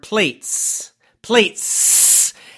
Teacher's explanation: really make that S, that S sound very strong, and make the sound for a long time. So you're emphasizing it, you're exaggerating it extremely.